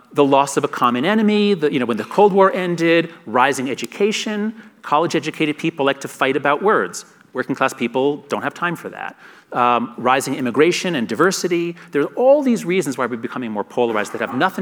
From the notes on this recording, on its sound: In his conversation onstage. At the Aspen Ideas Festival.